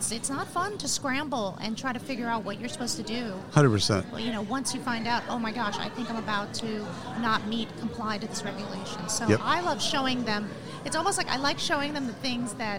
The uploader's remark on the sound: Live from SHRM 2022